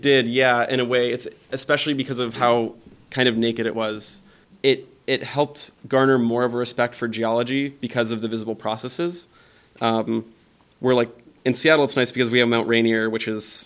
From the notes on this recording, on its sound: artist lecture, which took place at Light Grey Art Lab prior to the Huldufólk opening reception on Friday, May 27th.